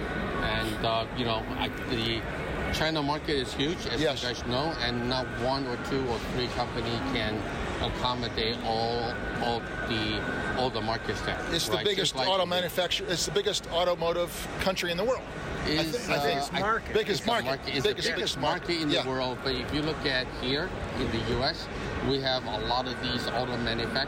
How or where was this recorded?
busy venue